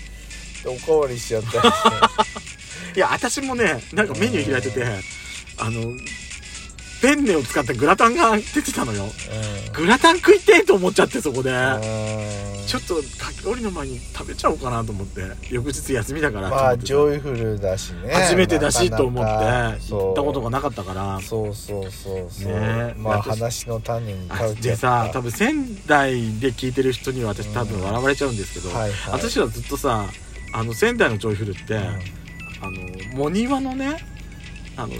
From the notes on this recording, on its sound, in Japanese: パーキング収録